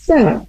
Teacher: Sa itu lidah ujung ke ujung gigi seri atas, seperti sama dengan za. Sa, jadi jangan sampai seperti sin masalus sau, jadi berbeda dari sin.